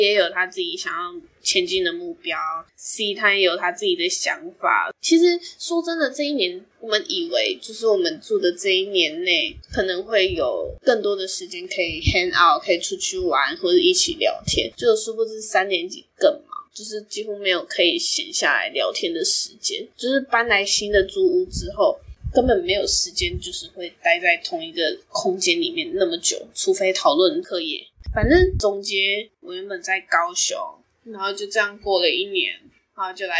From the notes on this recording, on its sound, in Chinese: 唯一不變的就是收音品質一樣爛。現在，我會在台北實習一年。